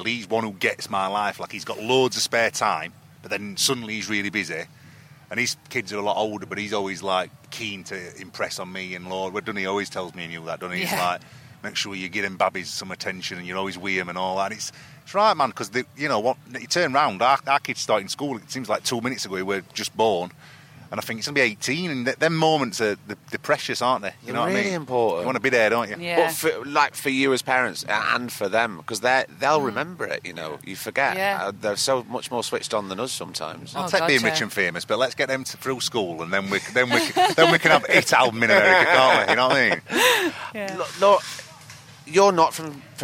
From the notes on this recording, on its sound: We went up to the beautiful Lowther deer park, got our culturally appropriative head-dresses on and recorded two banging episodes. This is a chat from down at the lakeside bar at Kendal Calling festival (forgive the distant drums).